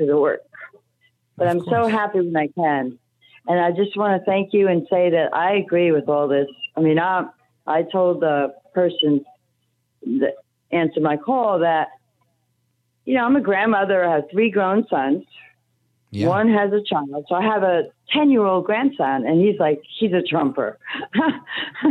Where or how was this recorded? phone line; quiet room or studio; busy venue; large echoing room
phone line